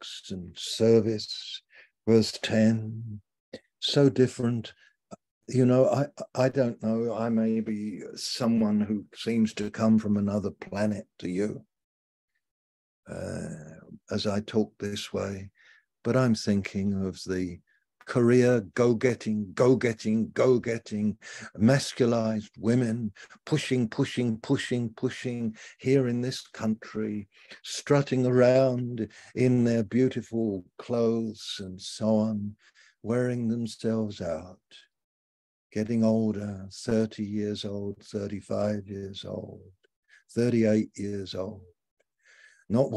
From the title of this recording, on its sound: Malaysia Meets (Zoom)